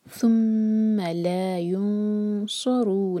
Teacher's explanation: صاد کو سین کی طرح نہیں پڑھنا، اس کو ہیوی پڑھنا ہے